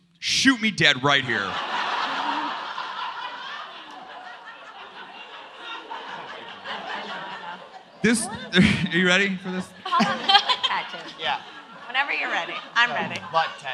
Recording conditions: live audience